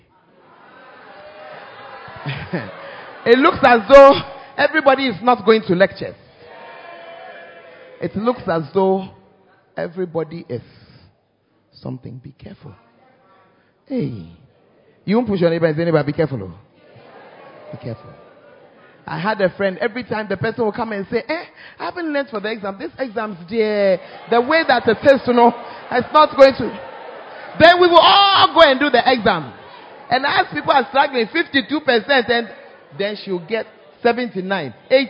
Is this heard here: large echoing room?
yes